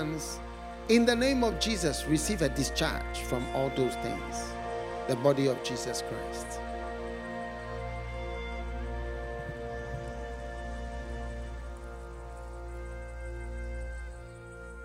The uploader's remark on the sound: Preached at the FLOW Church.